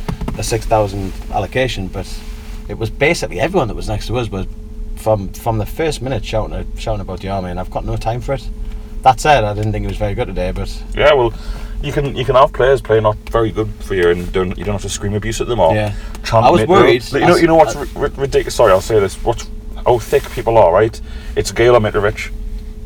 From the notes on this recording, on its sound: Record for you live from Mecca Bingo car park in Barnsley.